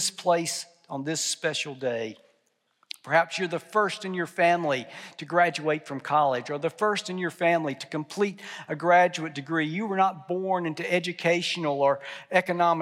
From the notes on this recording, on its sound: at the 2022 fall commencement ceremony for Southwestern Seminary and Texas Baptist College